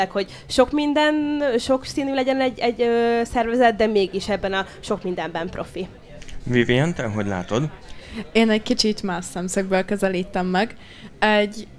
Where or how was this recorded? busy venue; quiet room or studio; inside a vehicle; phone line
busy venue